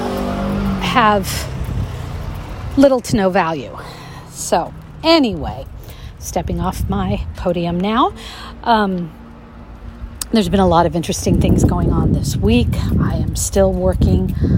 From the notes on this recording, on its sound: Audio vignette featuring neighborhood sounds, talk of poetry, and small group sessions.